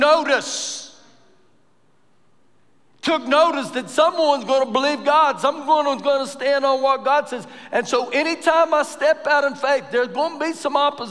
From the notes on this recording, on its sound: Recorded live during our Wednesday night service